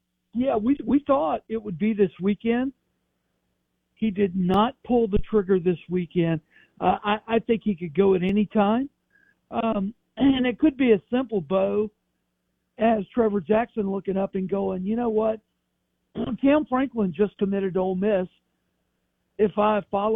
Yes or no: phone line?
yes